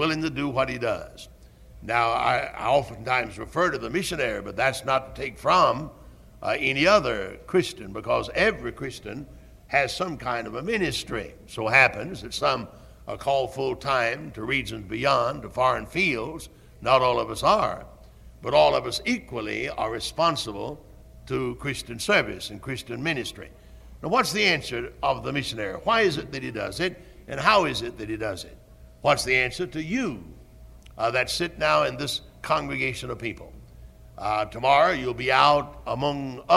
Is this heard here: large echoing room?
yes